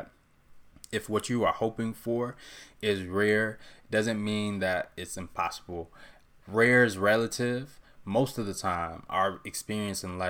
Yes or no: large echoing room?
no